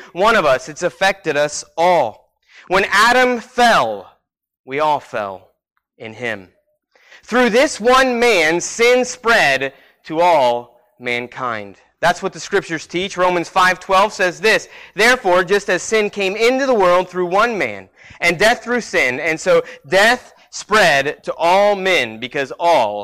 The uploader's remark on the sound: Sermon Preached at Christian Fellowship Church Peru,.